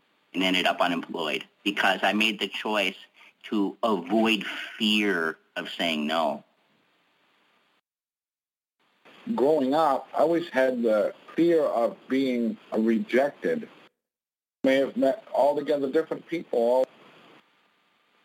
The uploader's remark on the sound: Conference-call based classes. We record (then broadcast) our classes.